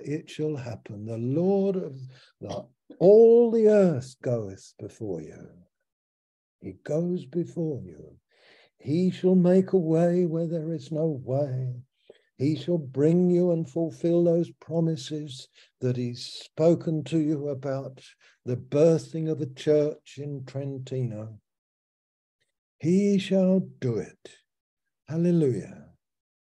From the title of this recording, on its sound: Malaysia Meets (Zoom)